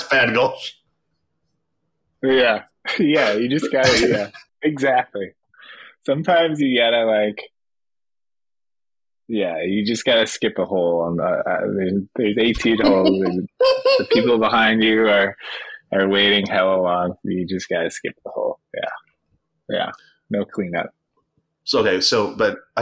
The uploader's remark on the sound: The audio quality is a bit fuzzy since I had issues with the editing.